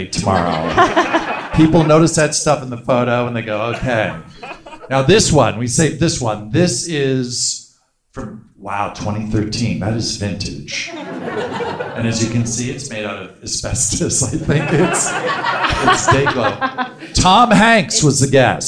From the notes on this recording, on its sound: Live from Just For Laughs 2019.